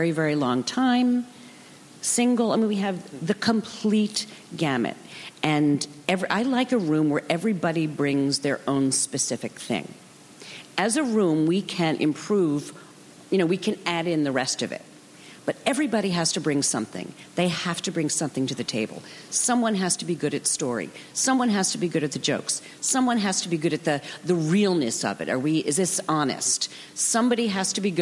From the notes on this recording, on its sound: Recorded June 5, 2015 at ATX Television Festival.